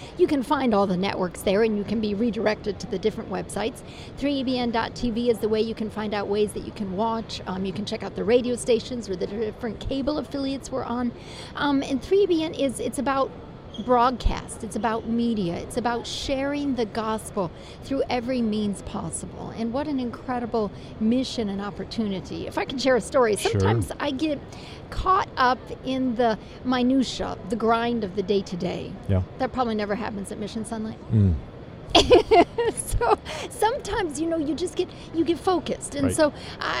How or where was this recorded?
busy venue